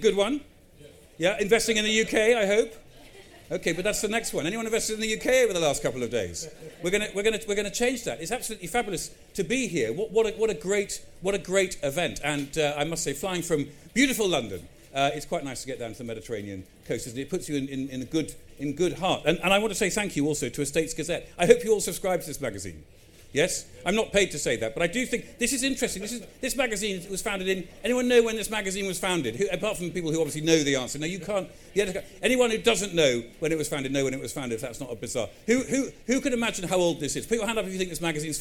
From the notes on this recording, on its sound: a keynote speech, delivered live at the EG Pavilion at MIPIM 2023